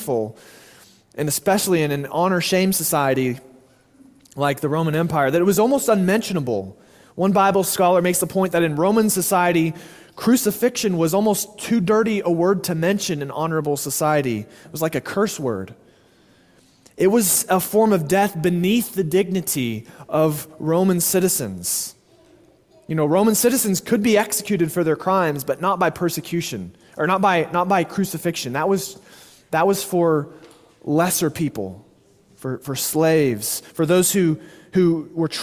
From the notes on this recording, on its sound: Sermon delivered at Immanuel Baptist Church in Springdale, AR on May 28, 2023.